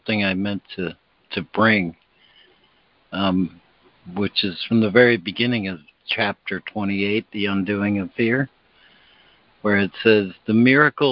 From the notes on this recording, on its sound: ACIM Daily Conference Call.